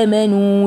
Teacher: مد بدل مقداره حركتين، ما ينفعش أقول آمنوا، لا لازم أقول آمنوا وافتح بقي وحقق تباعد الفكين عن بعضهما.